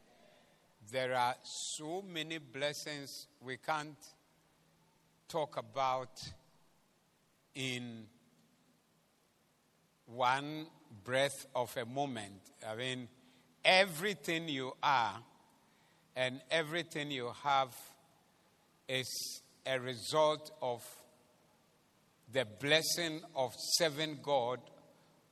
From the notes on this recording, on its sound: Preached at the Zeloo Service 16072023